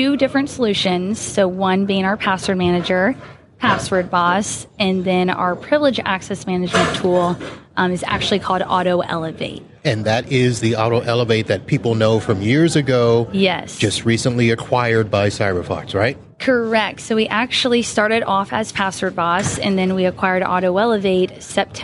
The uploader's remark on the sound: Live from ASCII Edge